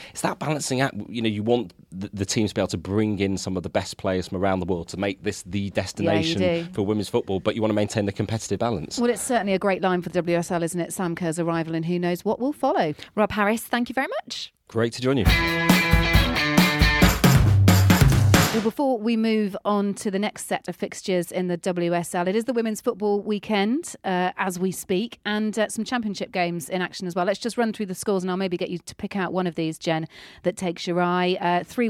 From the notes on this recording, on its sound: This special show comes live from Spurs' stadium